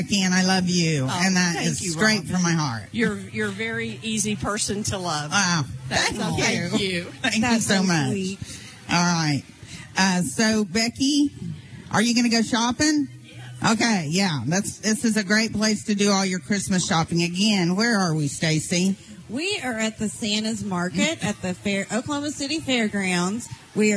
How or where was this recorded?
busy venue